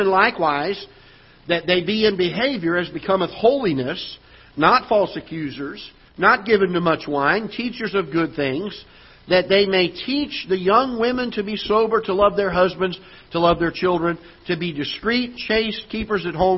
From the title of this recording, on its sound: Ketha Heights Baptist Church ~ Live Broadcast